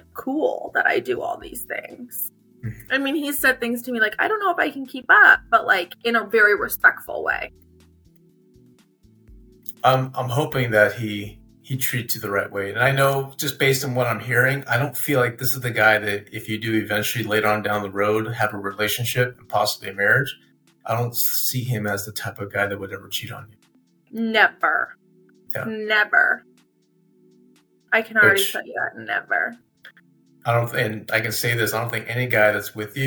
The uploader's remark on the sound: sorry for the sound quality as I was having trouble with the mic but we got there.